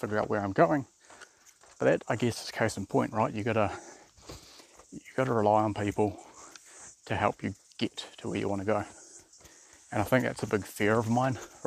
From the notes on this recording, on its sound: For no reason at all I wanted to climb Rangitoto Island and thought on the way down to record a little. Tracking down from Rangitoto summit.